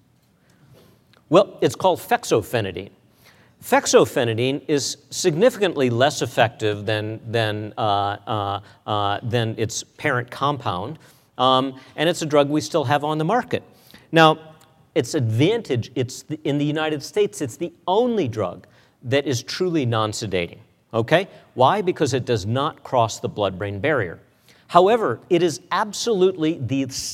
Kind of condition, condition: setting, live audience